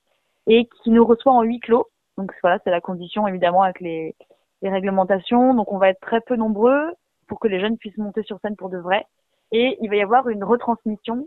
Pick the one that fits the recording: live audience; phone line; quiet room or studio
phone line